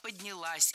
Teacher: Ударение падает на последний слог, поближе к части «с».